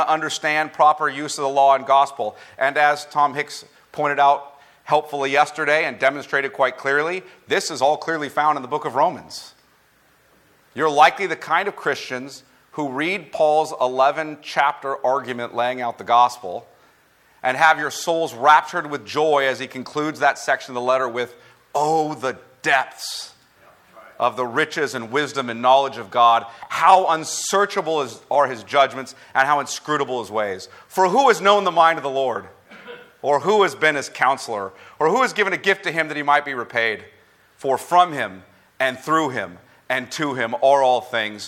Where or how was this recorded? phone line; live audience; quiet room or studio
live audience